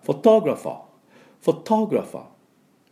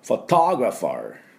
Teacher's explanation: 最後に R をつければアメリカ人の音になります。 · Shown in: second take